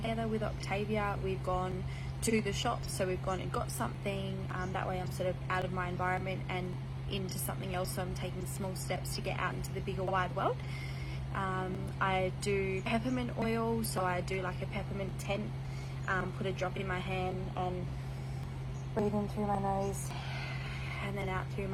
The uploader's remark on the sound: This episode has some background noise due to recording outdoors with an air con going.